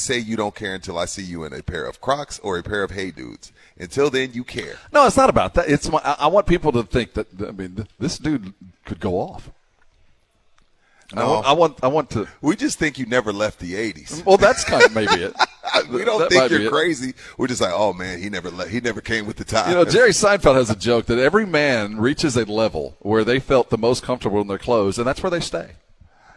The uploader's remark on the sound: LIVE AT SA CARD HOUSE